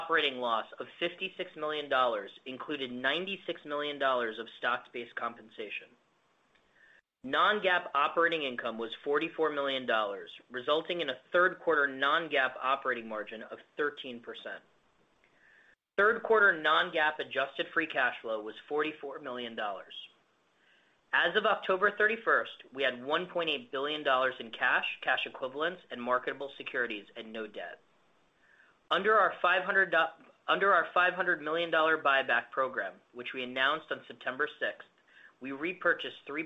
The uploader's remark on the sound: Earnings Conference Call